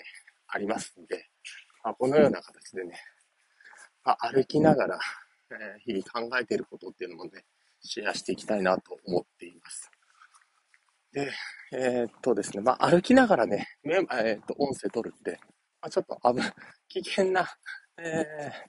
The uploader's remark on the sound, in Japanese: お散歩しながら音声配信